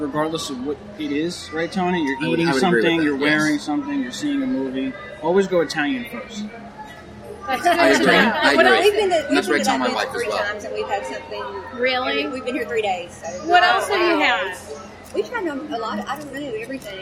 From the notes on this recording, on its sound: Epcot Food and Wine Festival Review - from the DVC Lounge! On today's episode we are recording on location to give you our take on the 2018 Epcot International Food and Wine Festival! We were actually recognized while in the parks so of course we had our listeners chime in on the show! The DVC Lounge on this special on location edition of The Mouse and More Podcast.